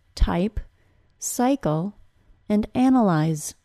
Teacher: The tongue is neutral at the beginning of the sound and then moves upward into a sound similar to a Y sound. If I say the sound very slowly, hopefully you can hear both parts of the sound. · Term: two-sound vowel